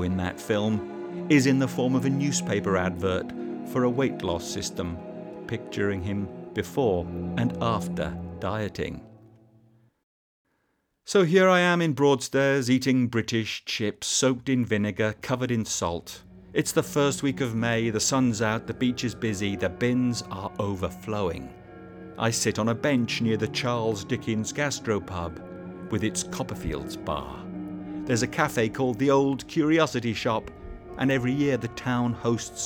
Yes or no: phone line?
no